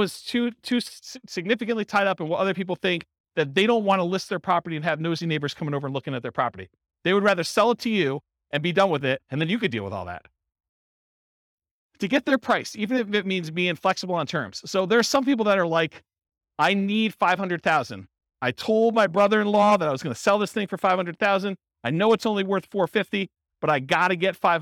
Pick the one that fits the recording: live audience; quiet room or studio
live audience